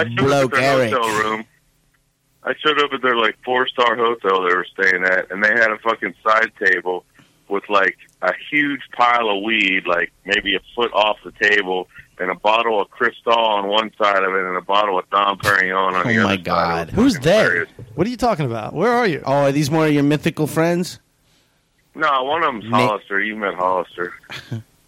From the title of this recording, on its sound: Listener Phone Calls